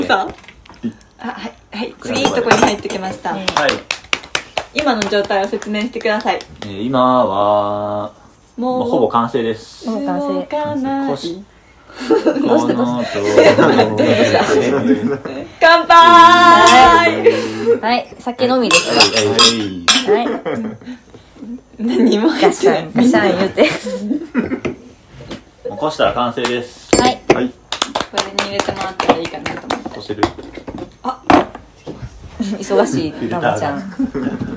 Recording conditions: sounds in the background